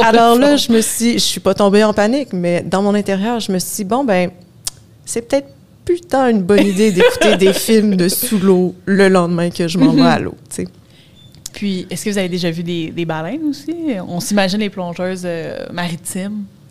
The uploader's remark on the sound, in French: Enregistré pendant La Nuit des Chercheuses et des Chercheurs 2022 qui s'est déroulé au Jardin botanique. Dans cet épisode spécial, enregistré pendant La Nuit des Chercheuses et des Chercheurs 2022 qui s'est déroulé au Jardin botanique.